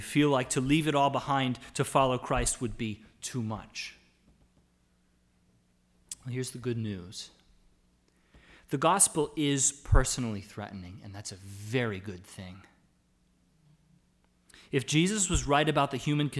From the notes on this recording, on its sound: The audio from our Lord's Day service on October 4, 2020. It was our joy to be able to gather to worship in song and prayer.